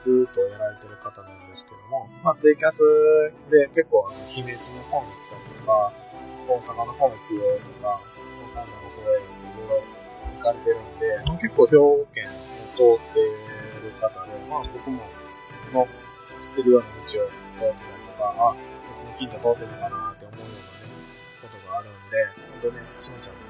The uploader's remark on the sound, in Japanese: 謎の音質の悪さ